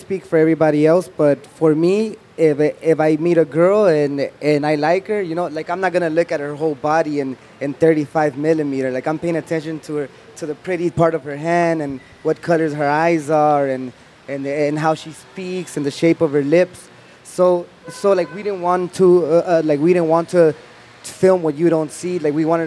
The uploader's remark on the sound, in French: Un plateau radiophonique enregistré en public le 24 juillet. Sur la terrasse du Théâtre des Bernadines.